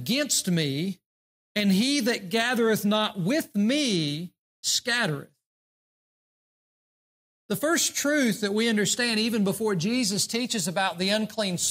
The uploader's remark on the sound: during the Sunday morning service on January 7, 2024, at Southside Baptist Church in Mount Airy, NC.